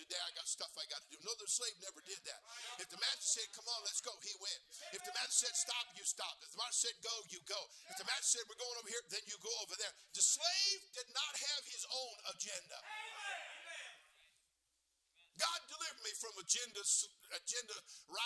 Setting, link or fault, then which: setting, large echoing room